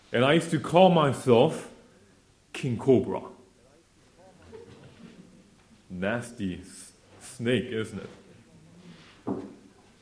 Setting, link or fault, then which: setting, live audience